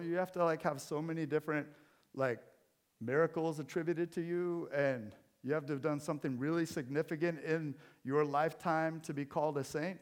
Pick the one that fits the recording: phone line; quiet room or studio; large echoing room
large echoing room